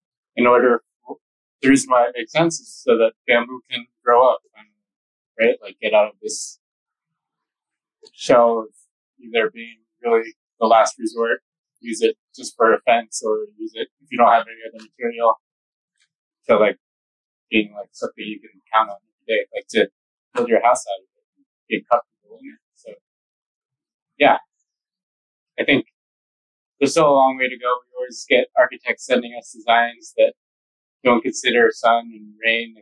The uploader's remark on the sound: This is a rough cut, just a spur of the moment interview so bear with us, the sound quality needs improvement...